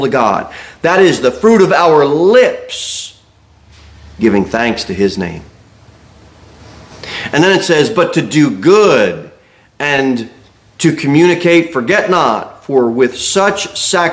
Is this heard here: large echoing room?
yes